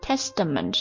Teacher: 前面的 s 和 t 放在一起之后的话，这个 t 就变得浊化了，就变成了德